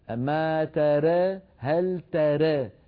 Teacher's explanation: التاء دائما مفتوحة فتح كامل، والإمالة الصغرى فقط للراء ولفتحة الراء وللألف التي بعدها